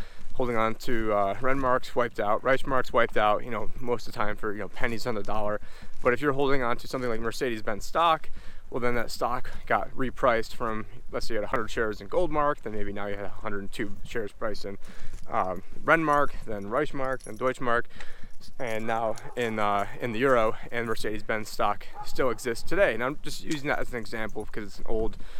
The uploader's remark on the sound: In this walk and talk